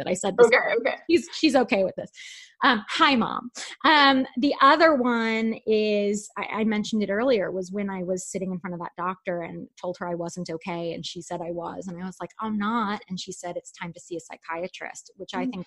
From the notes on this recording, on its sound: This episode was initially recorded for a FB Live appearance